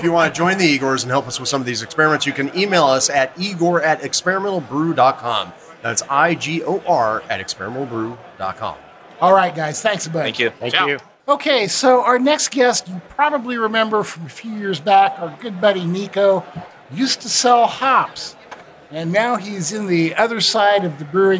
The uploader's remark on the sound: Live in Beervana. In this special live episode.